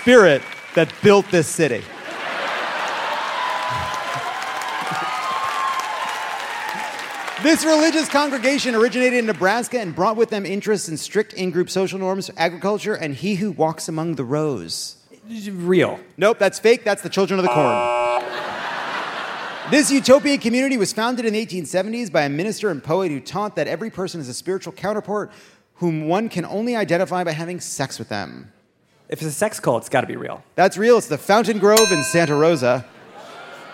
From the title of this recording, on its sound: Live from San Francisco!